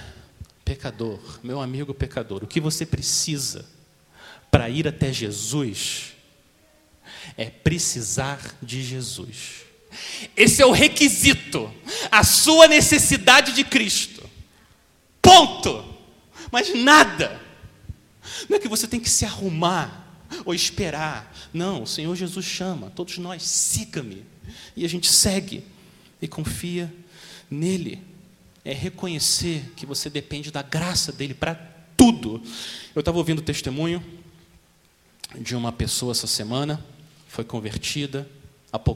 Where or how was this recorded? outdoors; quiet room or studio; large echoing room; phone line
large echoing room